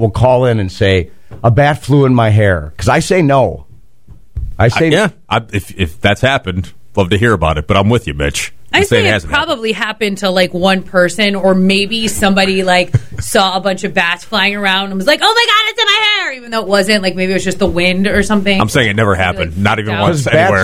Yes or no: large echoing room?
no